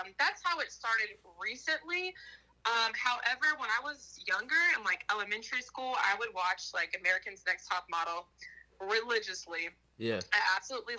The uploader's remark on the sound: burnt the phone lines to have a conversation